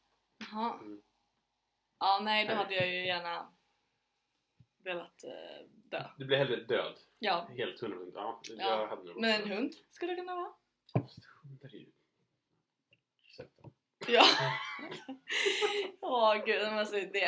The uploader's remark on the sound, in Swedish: Eftersom det är vår första gång vi spelar in något så hoppas vi att ni har förståelse att ljudet inte är 100 %.